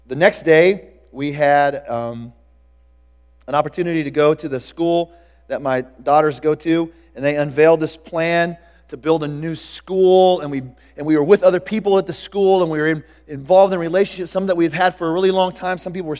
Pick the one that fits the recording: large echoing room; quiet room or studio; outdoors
large echoing room